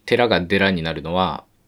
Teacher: 子音に注目すると T が D になってるわけですよね。で、これは同じ破裂音で、で、長音位置も歯茎で一緒で、まあ結構シンプルな言い方をすれば、破裂音の有声音化ということができます。まあ、濁音というのは音声学的に言えば有声音で、まあ、あるいはね、母音間に挟まれた時に、無声破裂音が有声破裂音になる、有声化しているということもできると思いますが、まあ、いずれにせよ、無声破裂音が有声破裂音になっています。紙が手紙になるのも一緒ですね。カがガになるのも、無声破裂音が有声破裂音になっています。ただ問題は、ハ行の連濁の時で、花っていうのが連濁すると切り花とかになるんですよね。